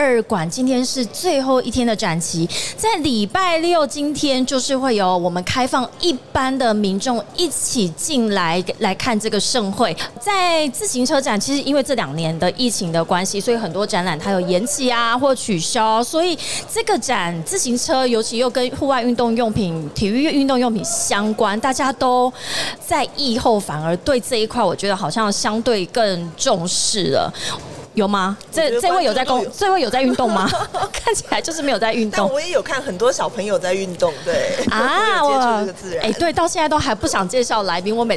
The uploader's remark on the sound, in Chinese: 2022 Taipei Cycle台北國際自行車展-Live Podcast